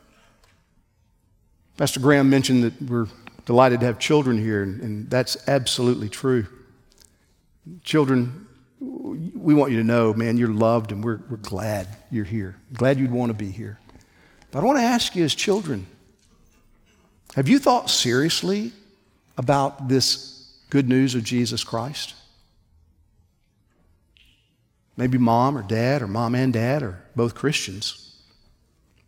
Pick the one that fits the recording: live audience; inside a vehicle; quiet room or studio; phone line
live audience